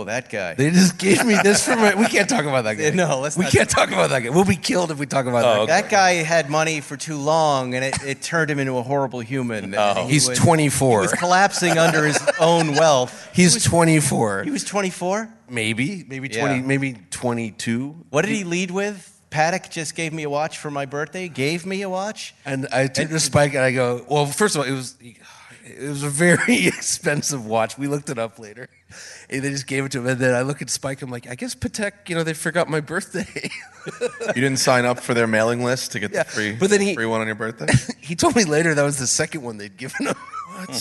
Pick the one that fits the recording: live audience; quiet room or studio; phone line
live audience